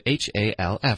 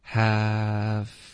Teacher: 你的 a 的音会持续到你的下唇往上碰到上齿，然后就进入到一个摩擦音